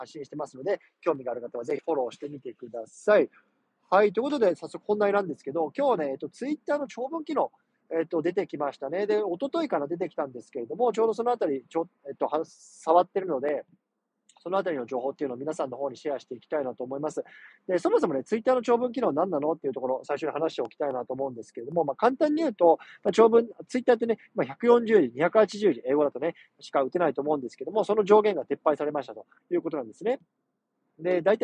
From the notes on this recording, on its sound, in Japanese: 車の中から収録してます。